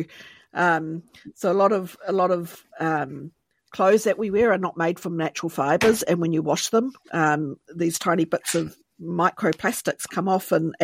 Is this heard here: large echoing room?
no